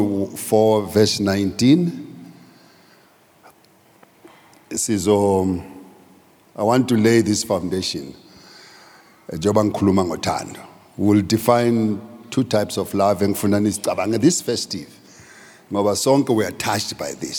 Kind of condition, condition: setting, large echoing room